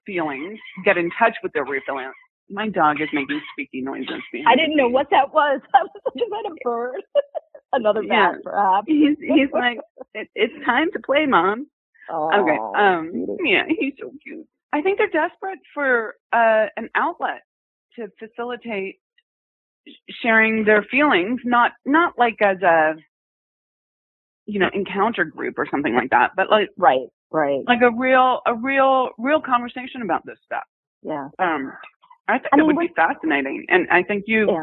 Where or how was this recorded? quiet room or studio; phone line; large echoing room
phone line